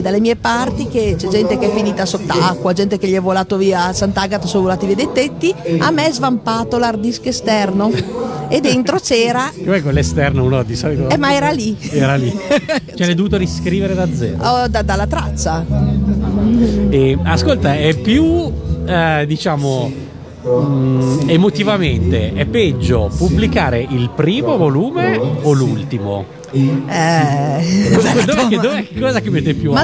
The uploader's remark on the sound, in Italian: Da San Marino Comics 2020 la nostra intervista